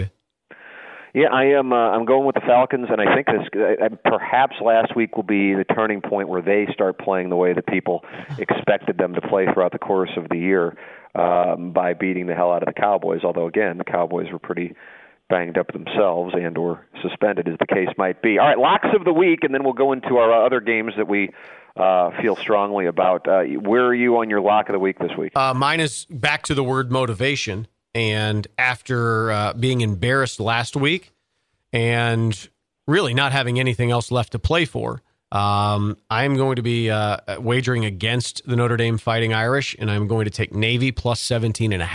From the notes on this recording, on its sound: Joins via phone from Florida.